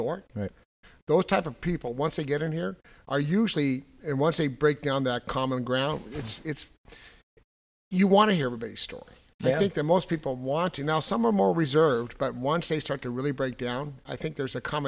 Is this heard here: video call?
no